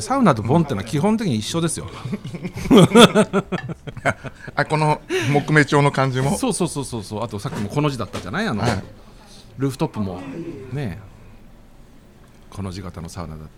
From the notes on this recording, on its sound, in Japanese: 今週は西荻窪の 【日本酒おばんざい梵】 さんにて収録。営業中のお店の雰囲気そのままにお届けします！